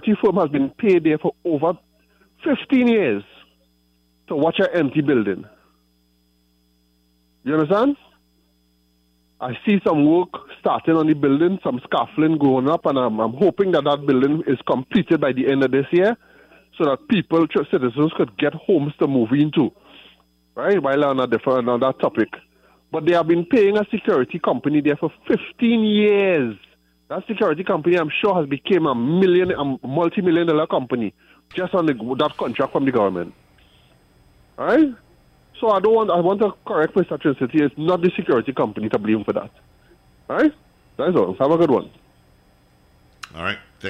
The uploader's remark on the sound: During this hour we take calls from our audience